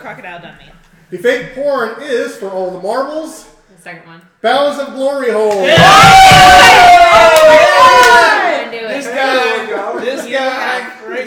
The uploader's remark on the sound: Pardon the jumbled noise, outbursts of laughter and foul language, and plenty of adult conversations.